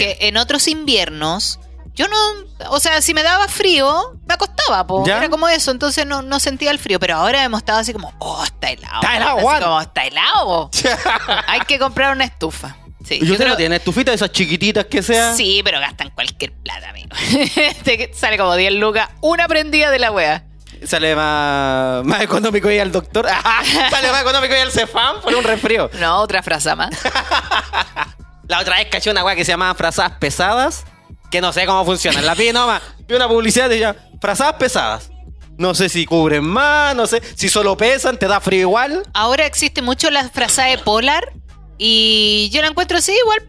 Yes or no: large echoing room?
no